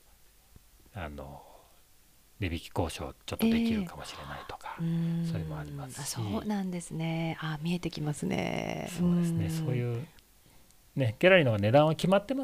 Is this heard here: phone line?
no